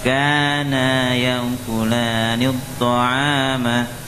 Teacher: Kana ada alifnya. Kana panjang juga. Nunnya panjang.